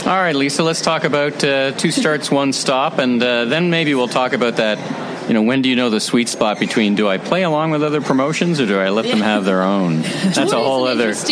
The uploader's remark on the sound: Recorded live in person at the 2022 CommerceNext Ecommerce Growth Show. In New York City.